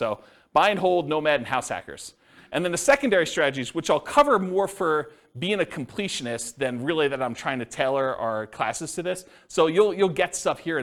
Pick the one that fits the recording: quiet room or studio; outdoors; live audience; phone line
live audience